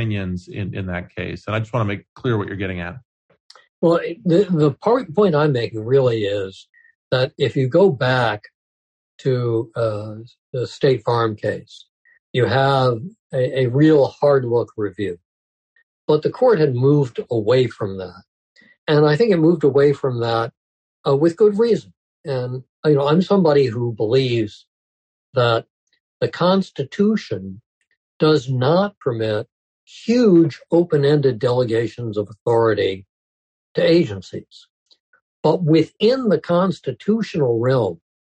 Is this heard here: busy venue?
no